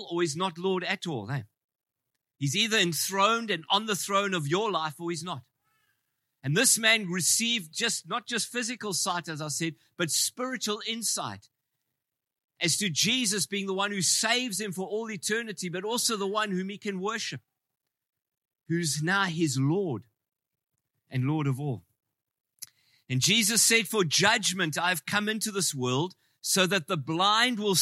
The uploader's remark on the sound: Preached in Ngāruawāhia on 17/09/23.